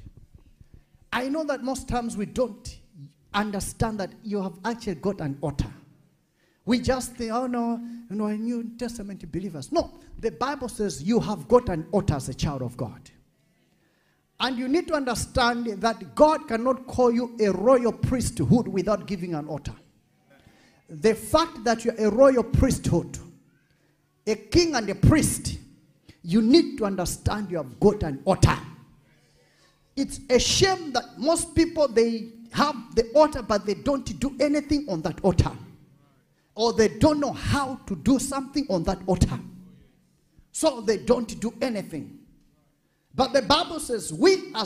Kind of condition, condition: setting, large echoing room